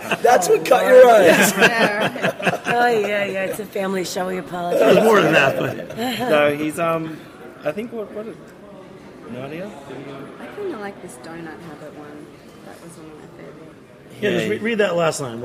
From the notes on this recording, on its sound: at the 2016 Craft Brewers Conference in Philadelphia!